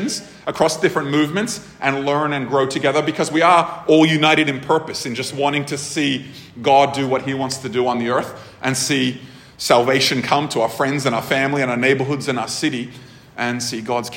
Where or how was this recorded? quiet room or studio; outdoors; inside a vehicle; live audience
live audience